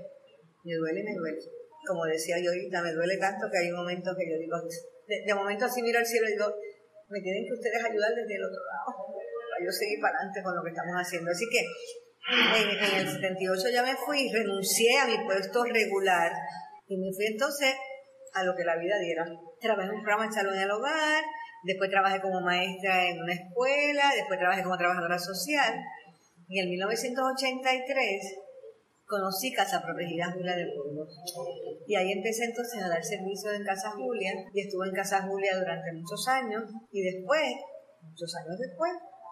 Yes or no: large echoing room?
yes